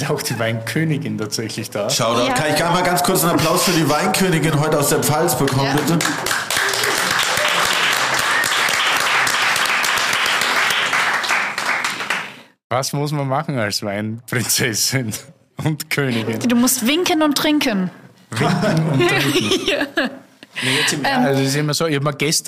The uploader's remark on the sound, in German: Live aus dem Prince Charles in Berlin: das Gipfeltreffen!